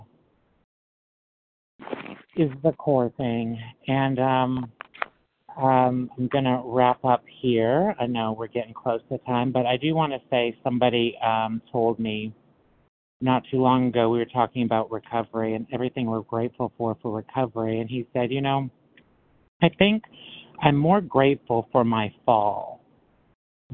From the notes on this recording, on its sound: qualification from the 100 Pounders Phone Meeting